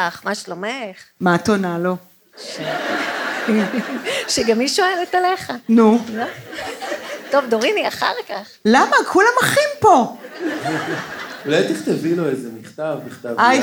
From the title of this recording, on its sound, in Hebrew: לייב בצוותא